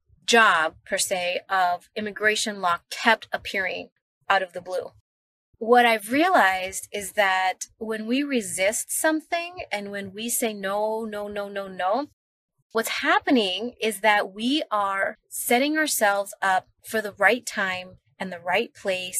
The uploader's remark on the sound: I am sitting in my car